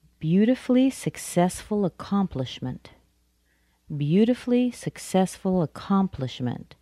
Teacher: Accomplishment still has the most stress. The noun, accomplishment.